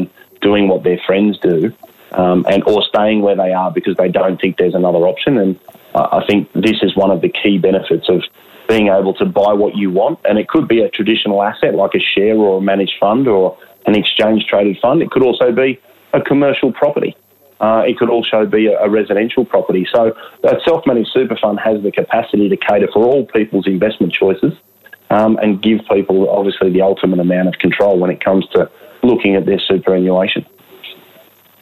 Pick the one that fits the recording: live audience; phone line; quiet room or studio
phone line